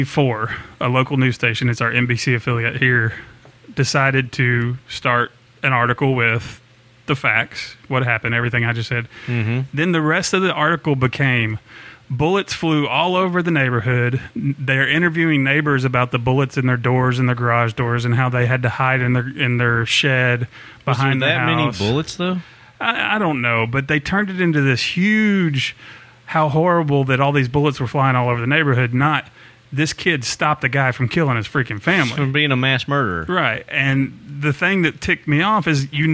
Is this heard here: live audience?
no